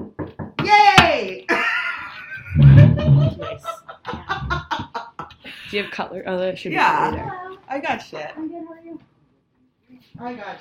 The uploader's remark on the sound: There was an issue with the sound this week (we don't know why), so we apologize in advance